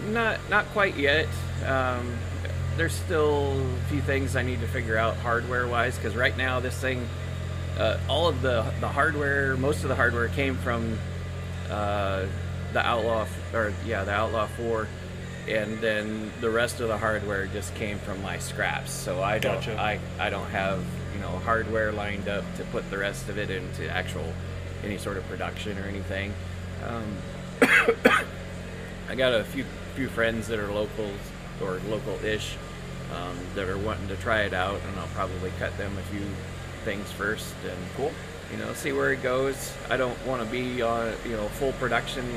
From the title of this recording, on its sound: Live from the 2020 RC Chili Bowl